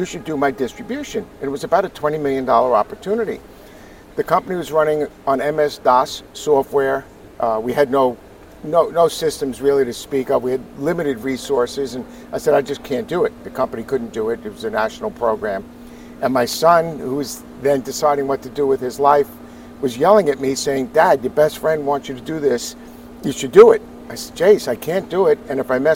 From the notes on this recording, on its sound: taped at ISSA Show North America 2022